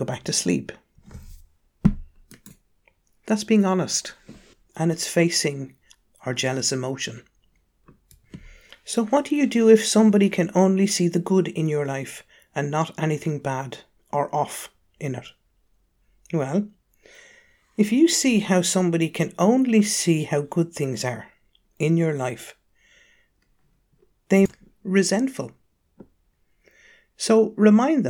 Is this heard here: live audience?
no